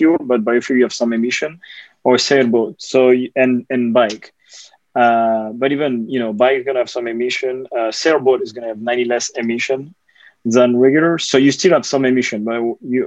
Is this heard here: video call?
yes